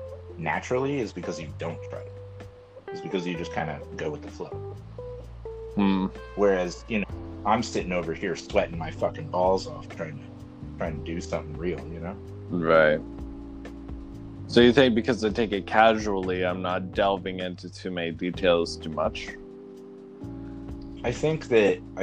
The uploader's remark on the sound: Pardon the audio